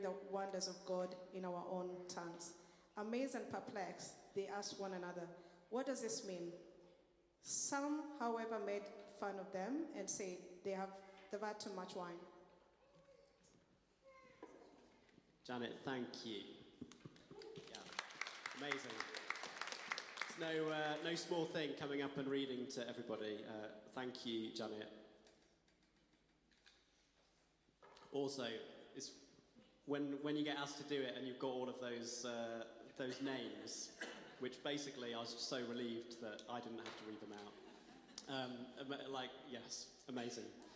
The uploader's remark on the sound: Streamed live at St Paul's Shadwell.